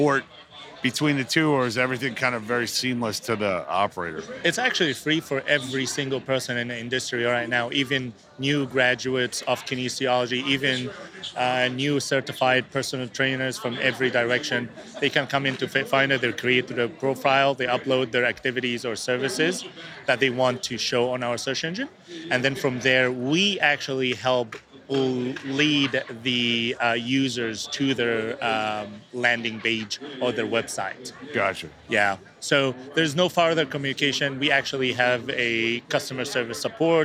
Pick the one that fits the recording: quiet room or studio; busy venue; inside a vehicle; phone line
busy venue